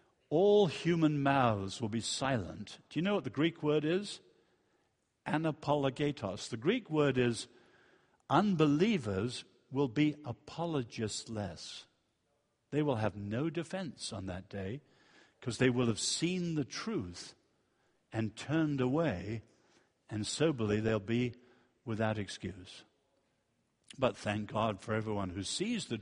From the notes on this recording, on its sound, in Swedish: Inspelad vid Apologiakonferensen i G&#246;teborg f&#246;rmiddagen 2012-09-29 session 2.